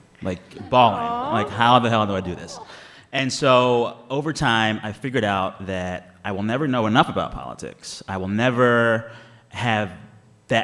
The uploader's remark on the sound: This episode was recorded in front of a live audience in Chicago. As part of a show the NPR Politics team produced in partnership with member station WBEZ.